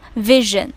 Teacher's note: 但是 vision 就只能发成浊辅音 r 的音了